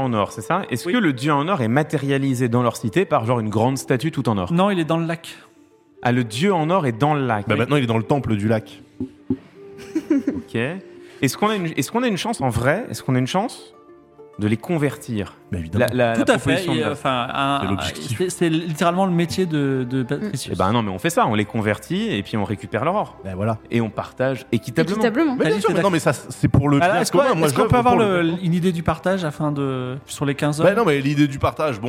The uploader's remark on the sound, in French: Enregistré en public à Jussieu dans le cadre du festival Play Sorbonne. À Paris. Diffusé en direct sur Twitch et retransmis ici en podcast.